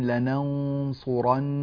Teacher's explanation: اللام والنون الأولى مرققات، ولا ينبغي أن تتأثر بالمفخمات التي جاءت بعدها